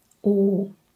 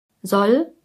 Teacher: Einmal lang, in, und einmal kurz, in.